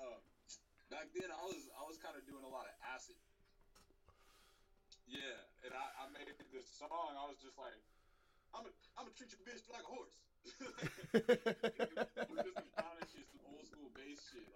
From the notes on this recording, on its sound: Sorry for the technical difficulties. Had to share this dirty audio episode because the message in it.